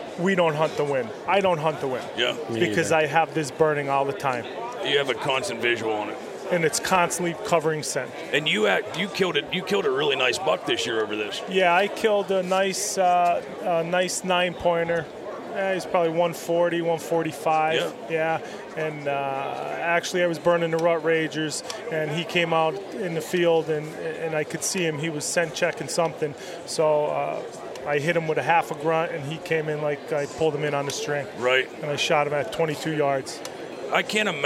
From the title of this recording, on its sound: Live from the Great American Outdoor Show 2019